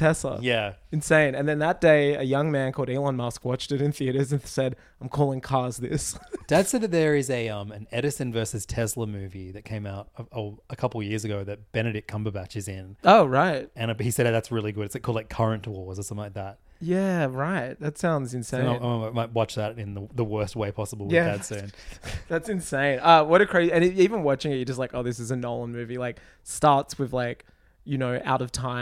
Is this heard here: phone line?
no